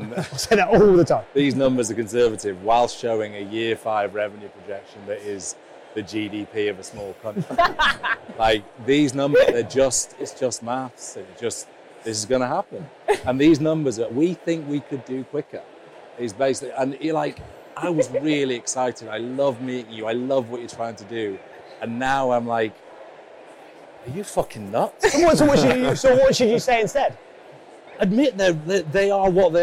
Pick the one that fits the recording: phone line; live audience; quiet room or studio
live audience